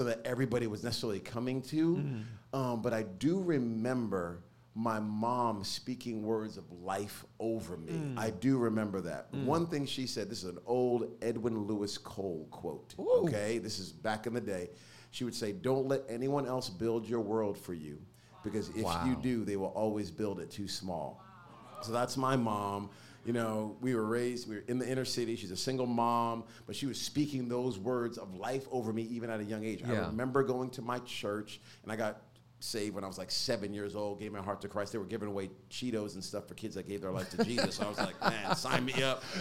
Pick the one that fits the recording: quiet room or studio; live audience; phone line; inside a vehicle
live audience